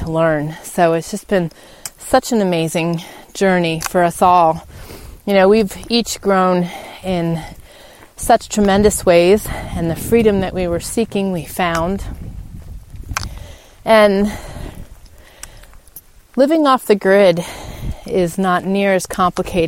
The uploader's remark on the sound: In today’s show I take you on a spring walk and talk with you